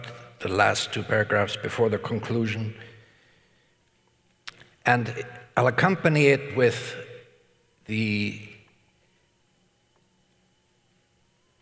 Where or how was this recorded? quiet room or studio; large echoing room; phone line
large echoing room